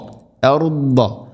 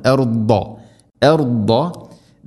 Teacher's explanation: ദാദ് ഉച്ചരിക്കുന്ന സമയത്ത് നാവിൻ്റെ ഏതെങ്കിലും ഒരു സൈഡ് അണപ്പല്ലുകളോട് ചേർന്ന് അതിൻ്റെ നാവിൻ്റെ അരുനീളത്തിൽ തട്ടിക്കൊണ്ട് ഉച്ചരിക്കണം. ദാദ് ഇസ്തിഇലാഇൻ്റെ അഥവാ സ്വരഭാരത്തിൽ ഉച്ചരിക്കേണ്ട അക്ഷരമാണ് അർദ, അർദ.